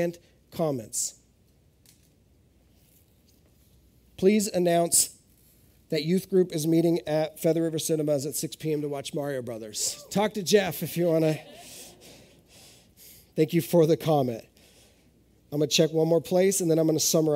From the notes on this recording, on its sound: This is audio ripped from the Live Service video.